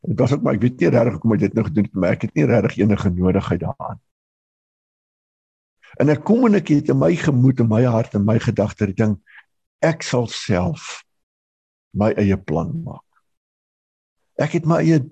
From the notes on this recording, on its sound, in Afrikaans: Manne van die Woord Zoom Byeenkoms 14 April 2022